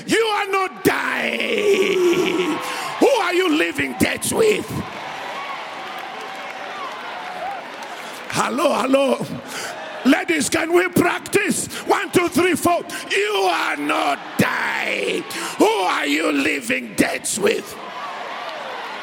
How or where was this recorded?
large echoing room